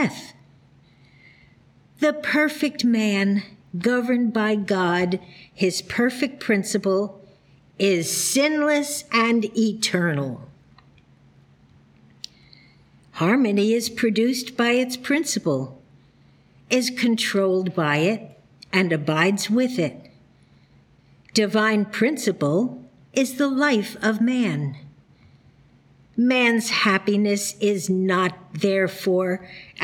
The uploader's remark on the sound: The Sunday service audio